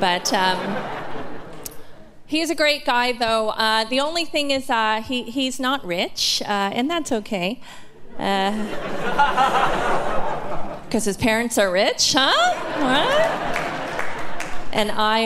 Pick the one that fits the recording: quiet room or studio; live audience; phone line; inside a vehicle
live audience